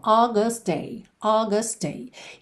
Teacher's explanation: August termina em T, Consoante oclusiva pode aparecer mais, menos ou nada, especialmente se a próxima palavra começa com T ou D, como é o caso aqui em day, a gente junta num som só